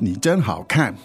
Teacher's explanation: 你, third tone, meaning you. 真, first tone, really. And 好看, third and fourth.